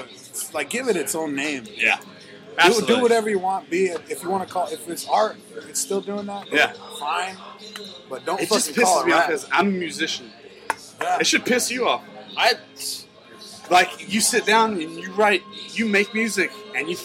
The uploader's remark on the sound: we come at you live from the Woodshed II with a few surprise drop ins from random drunks